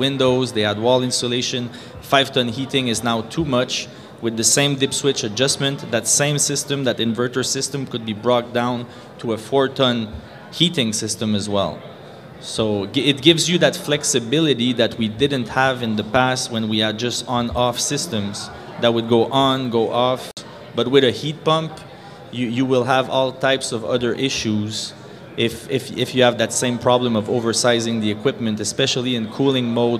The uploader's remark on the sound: Live At The Heat Pump Symposium. Live at HRAI's first Heat Pump Symposium.